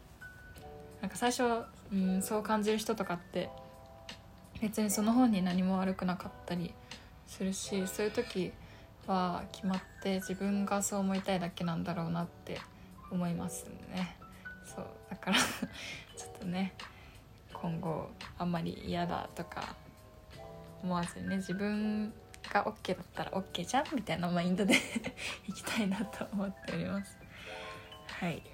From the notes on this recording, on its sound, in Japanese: キャンドルを焚きながら金曜深夜に東京の一部屋から皆様の耳元に向かっておしゃべり。キャンドルの灯りだけでムード抜群な部屋に女が1人座ってたどたどしく喋っているという異様な空間が完成しました。早速後半にお皿洗いの音が入ってしまったりしています。